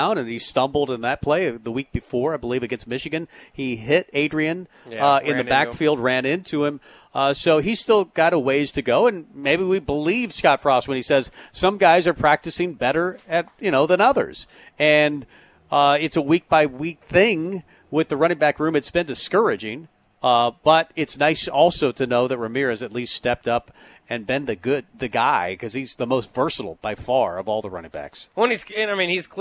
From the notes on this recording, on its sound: Tailgate Tuesday live from Chick-Fil-A